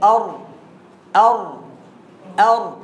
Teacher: مفيش تلامس بطرف اللسان في الحنك الاعلى اللي هو الصلب. ثانيا مفيش غنه، ده ايه خلاص، وهو قريب من مخرج النون الى الداخل، الى الداخل يعني هي الى الداخل. · Term: الراء